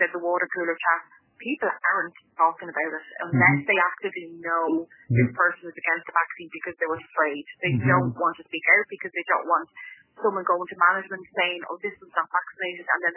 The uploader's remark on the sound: The conversation is our raw and unedited phone conversation.